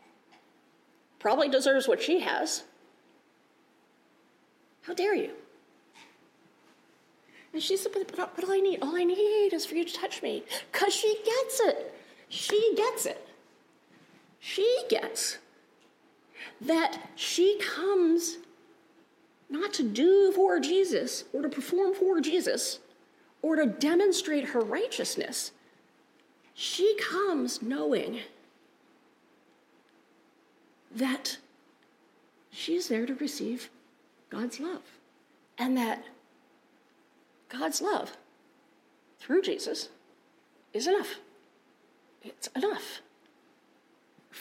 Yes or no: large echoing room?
yes